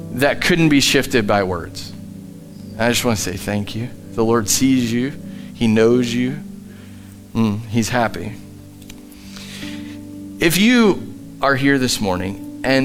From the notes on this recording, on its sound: Live from The Summit Church in Dover, OH